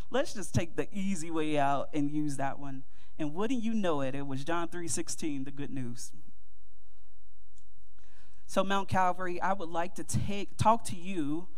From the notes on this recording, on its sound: Mt. Calvary Baptist Church, Dayton, OH 2-18-2024.